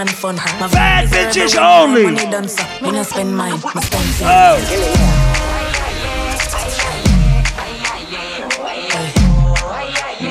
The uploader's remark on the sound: Live audio recording of my set at Island Saturdays